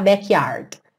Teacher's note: Então, por exemplo, backyard, na segunda linha, cuidado para não falar backyard, tá? Backyard, percebe que esse D vem só cortando mesmo a palavra